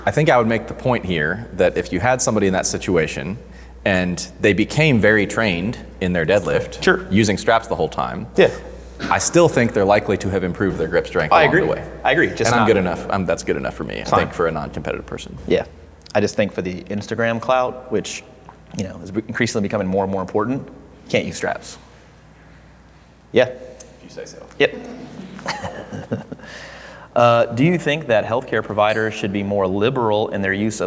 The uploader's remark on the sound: This was recorded January 5th, 2020 at Hybrid Performance Gym in Miami, Florida.